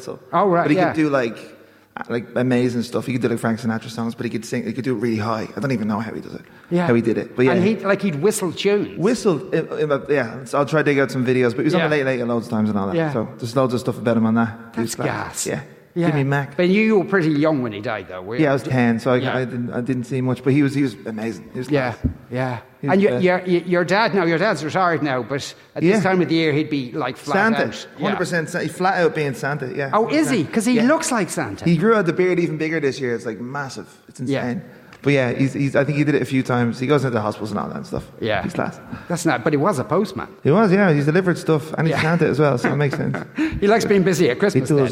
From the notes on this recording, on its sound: The Movies and Booze Christmas Special was LIVE from the Stella Cinema in Rathmines.